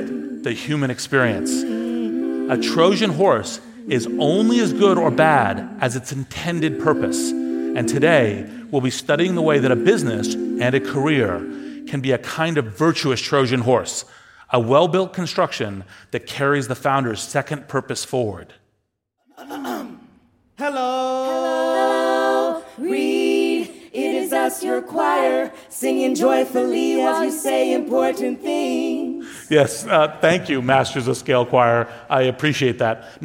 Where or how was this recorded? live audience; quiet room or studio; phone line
live audience